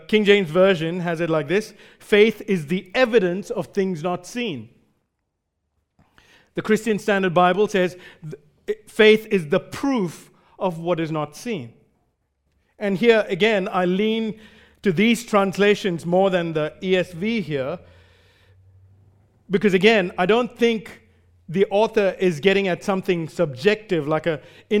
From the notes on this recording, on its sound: Recorded live at Grace Community Bible Church.